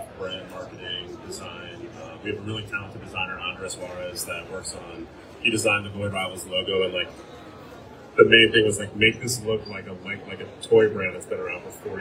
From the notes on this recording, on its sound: SDCC San Diego Comic Con 2023. Include some audio from those panels where available. As it happened on the Convention floor.